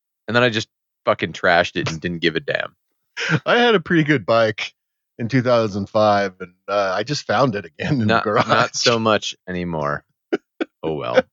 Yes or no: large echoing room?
no